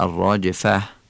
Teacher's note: در این آیه تفخیم را او داریم، ری ترجفو چون ساکن قبلش فتحه است بنابراین درشت تلفظ میشه ترجفو، و تی راجفه این تی گردی که آخر کلمه آمده با توجه به وقف تبدیل به هم میشه، یعنی الراجفتو میشه الراجفه.